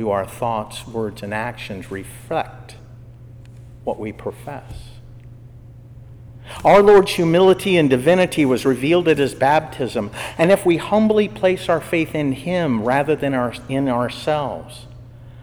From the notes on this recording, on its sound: was given during Evening Prayer for the Dayton Secular Order of Discalced Carmelites on Feast of the Epiphany in Jan 2023